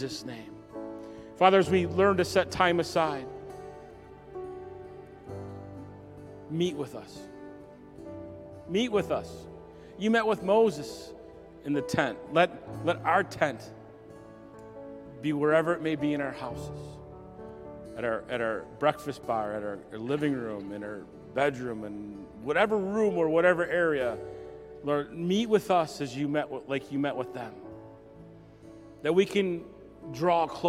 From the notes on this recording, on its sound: message recorded at Southtowns Christian Center